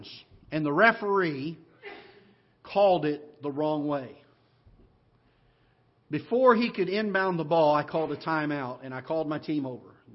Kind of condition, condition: setting, large echoing room